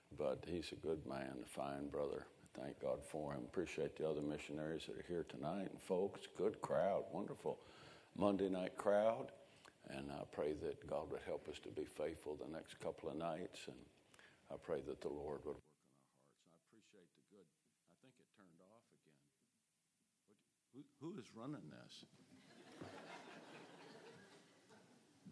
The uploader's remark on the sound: 2023 Spring Revival. A sermon preached Monday Evening.